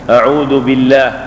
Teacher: فإن اللام هنا حقها الترقيق لتقدم الكسرة عليها